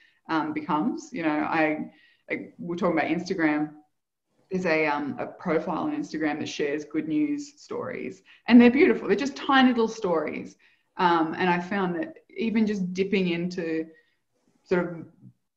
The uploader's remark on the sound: Live Community Call.